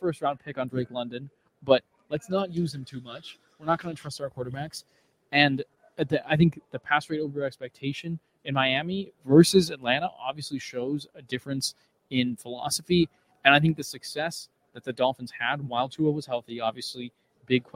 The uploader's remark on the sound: LIVE from Radio Row